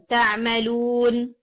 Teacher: نون کو آپ نے توسط ٹائم دینا، آپ کا تھوڑا کوئک تھا نون. تعملون لون نہیں لون، تھوڑا ٹائم دیکھے.